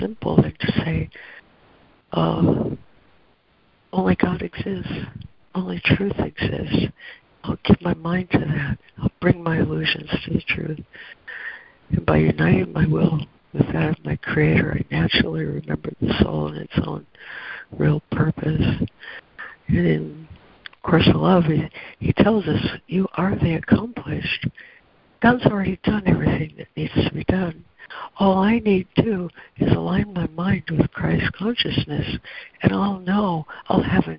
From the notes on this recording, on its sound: ACIM Daily Conference Call